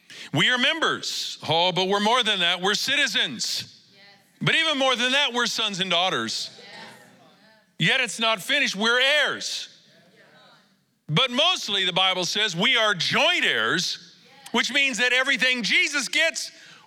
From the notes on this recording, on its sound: Recorded live at Capital Church in Meridian, Idaho